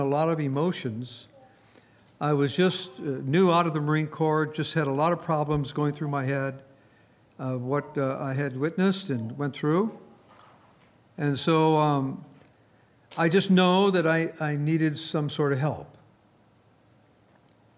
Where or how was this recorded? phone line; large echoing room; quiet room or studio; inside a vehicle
large echoing room